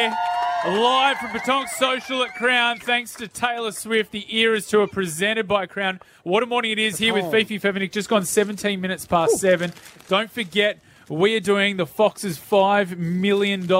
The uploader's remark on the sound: Brekky In The Burbs LIVE from Southbank.